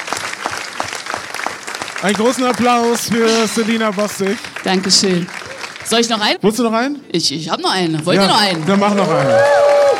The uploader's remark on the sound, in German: LIVE aus der US-Botschaft in Berlin